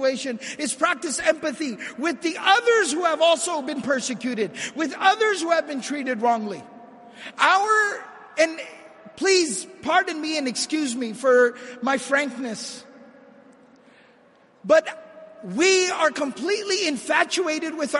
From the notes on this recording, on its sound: This lecture was delivered at the 15th MAS-ICNA Annual Convention.